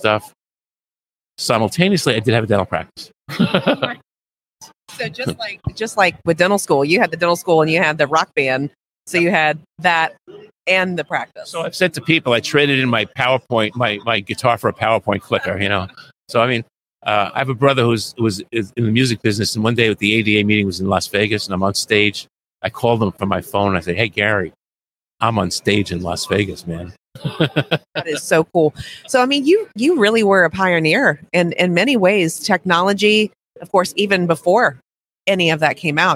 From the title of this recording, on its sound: LIVE from SmileCon